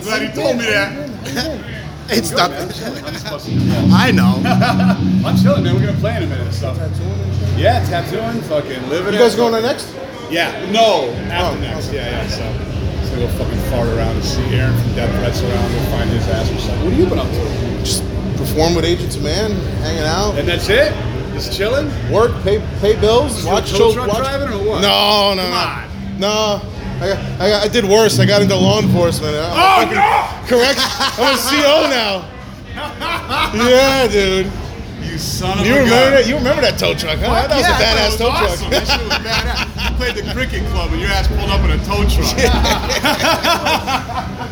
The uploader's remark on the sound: Live from This Is Hardcore 2018. In a very loud and chaotic backstage area at This Is Hardcore 2018. With a little side conversation.